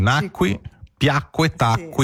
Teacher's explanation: si pronuncia forte, come se fosse una doppia in pratica